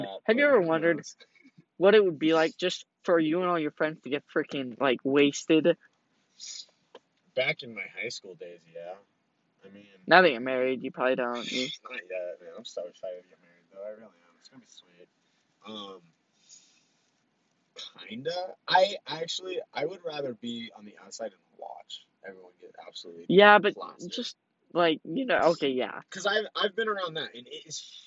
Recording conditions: poor sound quality